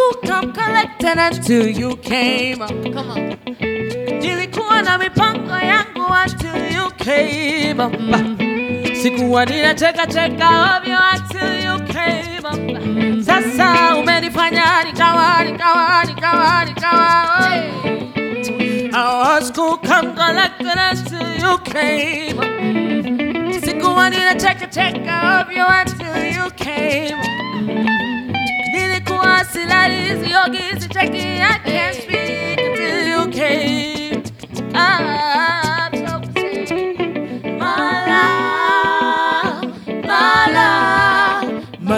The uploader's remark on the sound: Enjoy some soothing LIVE music that was performed at our last LIVE recording.